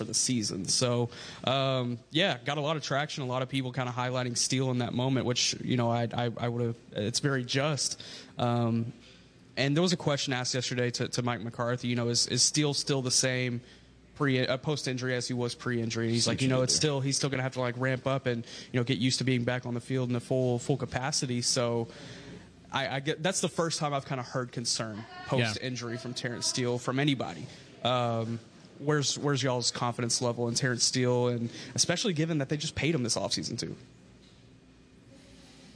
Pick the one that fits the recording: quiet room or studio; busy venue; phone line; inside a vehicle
busy venue